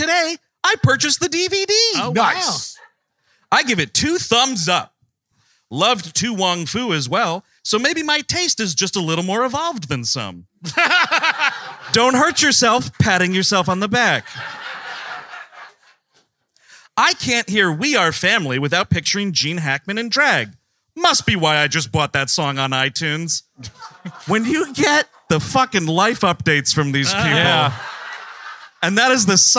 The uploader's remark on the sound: Live in New Brunswick, NJ. Recorded 6.15.23 at the State Theatre NJ in New Brunswick, NJ. The gang was in Jersey doing the first-ever official WM live episode.